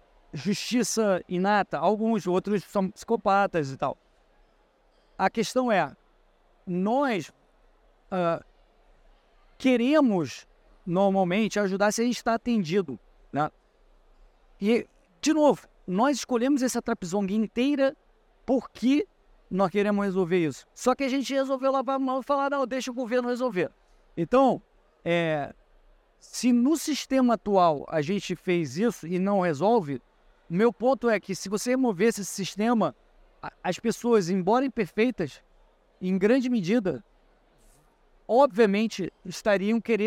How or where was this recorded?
busy venue